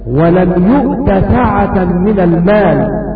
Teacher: فالتاء لا تدغم في السين لانها مجزومة